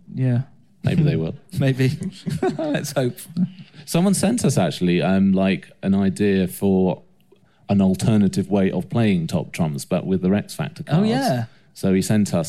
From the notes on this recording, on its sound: Our live show in Leeds.